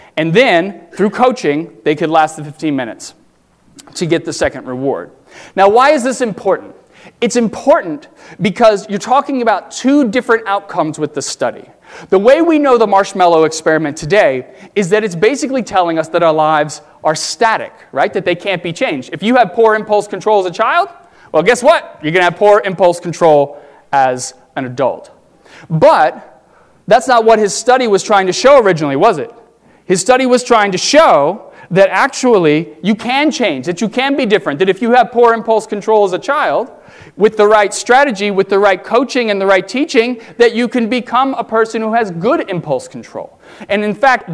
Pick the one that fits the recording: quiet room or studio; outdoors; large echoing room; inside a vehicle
large echoing room